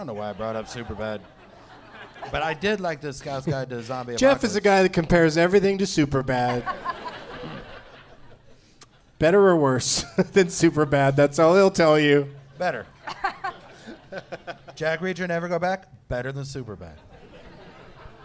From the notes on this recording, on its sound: Live from the Helium Comedy Club in Portland, OR